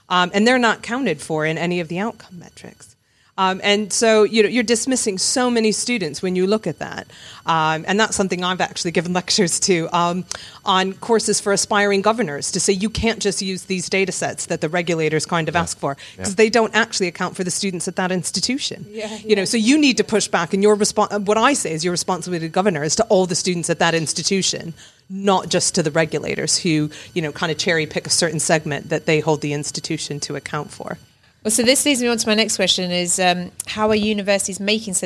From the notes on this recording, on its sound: We’re in a LIVE discussion with University leaders covering the role of data in teaching, research, and student support. This episode was recorded at THE Live.